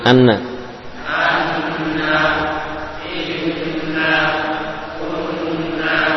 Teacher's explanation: nun yang bertasydid ukuran gunanya panjang · Term: gunnah akmal